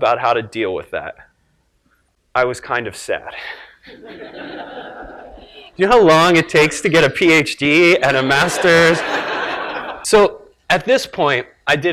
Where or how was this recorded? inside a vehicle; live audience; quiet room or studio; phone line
live audience